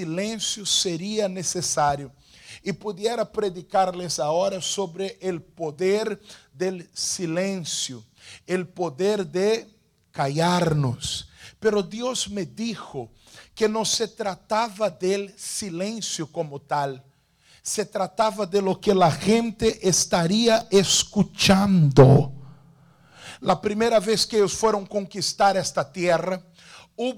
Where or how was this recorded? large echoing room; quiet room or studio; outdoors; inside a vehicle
large echoing room